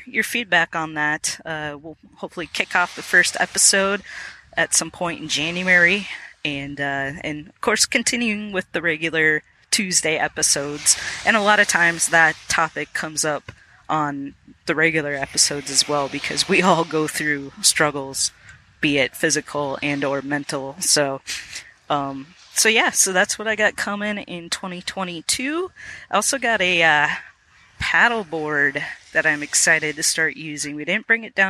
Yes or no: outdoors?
yes